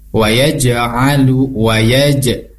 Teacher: Yaj ini ada qalqalah, artinya cara membacanya dipantulkan.